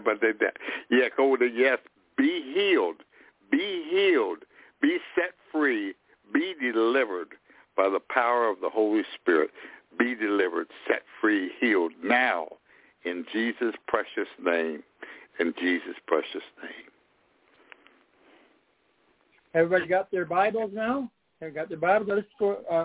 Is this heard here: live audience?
no